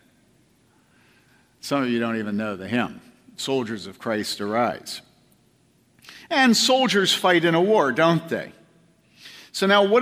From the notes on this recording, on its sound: From the 2014 Clearnote Summer Conference.